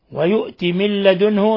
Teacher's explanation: نون ساكنة جاء بعدها اللام إضغام بغير غنة